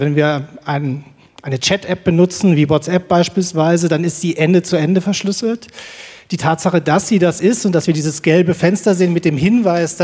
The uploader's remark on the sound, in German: Im Podcast ZEIT Bühne, der im Rahmen einer ZEIT-Veranstaltung vor Publikum in der Urania in Berlin aufgezeichnet wurde.